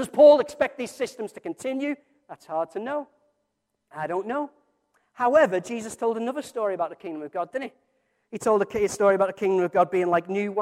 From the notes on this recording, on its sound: Recorded from our Sunday morning service. Metro Christian Centre - Bury.